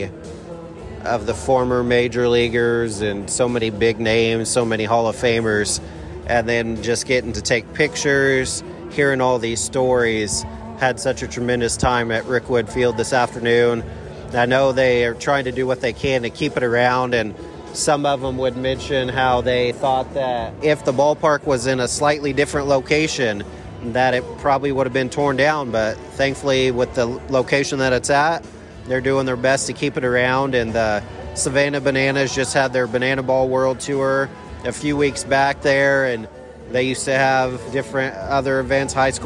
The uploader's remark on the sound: Recorded together in person in Birmingham, Alabama. We recorded live together from inside Regions Field, home of the Double-A Birmingham Barons.